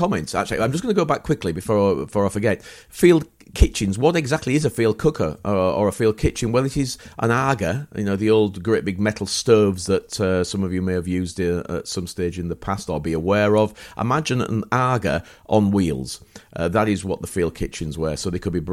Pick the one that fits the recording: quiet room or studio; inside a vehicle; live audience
quiet room or studio